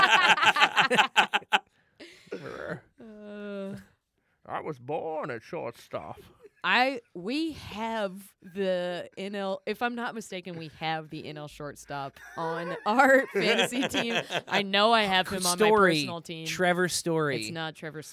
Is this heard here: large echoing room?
no